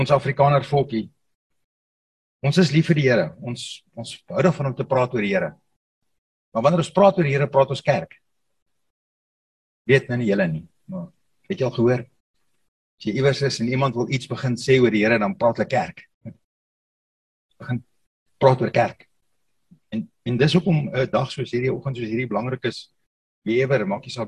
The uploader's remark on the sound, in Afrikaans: Zoom Byeenkoms 17 Mei 2022.